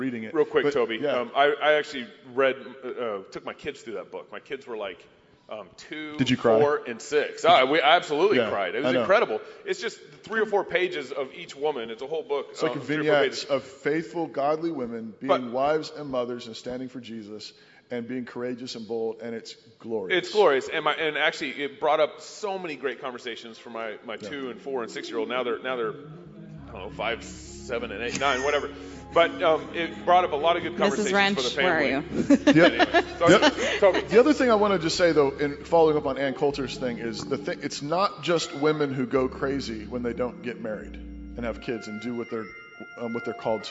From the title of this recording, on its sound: CrossPolitic and Sheologians Live at ReformCon